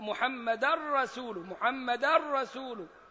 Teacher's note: ومحمدا منونة وجاية بعدها الراء فيها إدغام كامل زي اللام